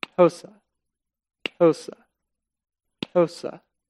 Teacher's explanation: So the X is a giddy-up sound like you would do to a horse. Out of the corner of your mouth, out of your mouth.